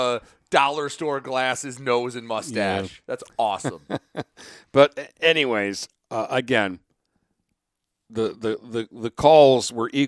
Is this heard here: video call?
no